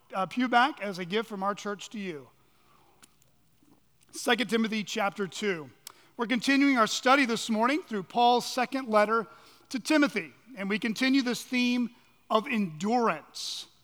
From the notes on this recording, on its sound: on the morning of October 1, 2023, at Chaffee Crossing Baptist Church in Barling, AR